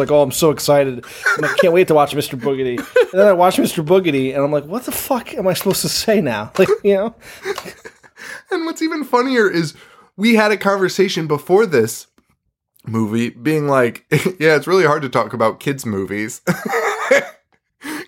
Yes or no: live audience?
no